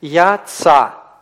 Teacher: И все, и вы не можете уже больше ничего сказать. Вы просто останавливаете звук, вот эта вот остановка и есть ваш звук «алев», да, гортанный «алев». Сливается с предыдущей гласной. · Вместо этого алев просто сливается на конце слова с предыдущей гласной